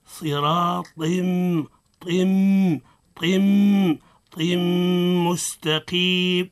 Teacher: حكمه الادغام مع الغنة